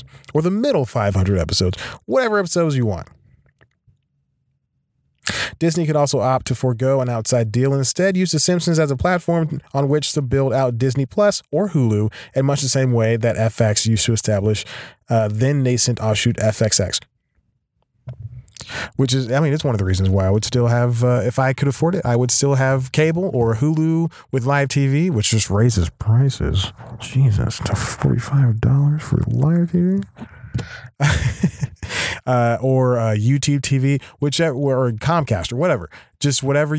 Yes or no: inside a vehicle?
yes